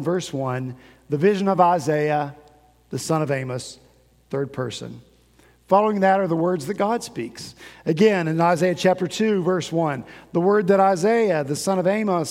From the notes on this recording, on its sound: At Redeemer Presbyterian Church in Charleston, SC